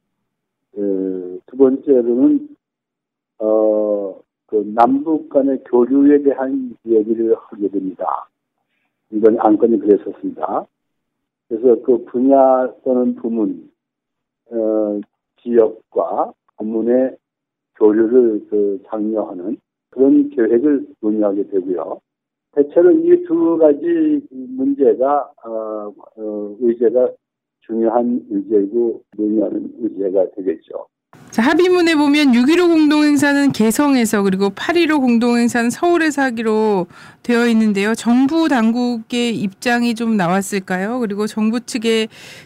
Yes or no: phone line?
yes